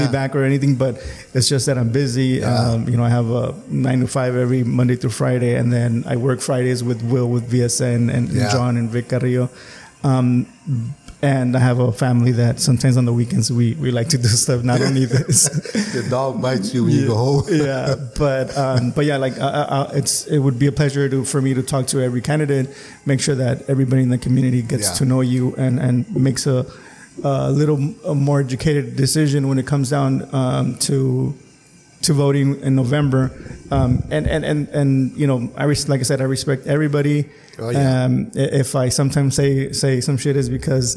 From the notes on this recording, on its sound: Huge thanks to Calexico Brewing Company for allowing us to record this episode at their tap room!!